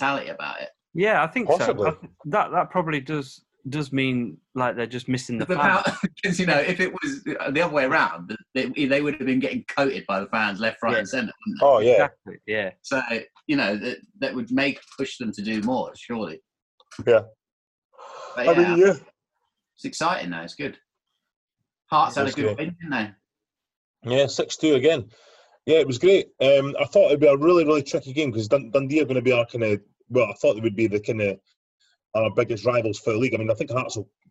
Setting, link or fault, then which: link, video call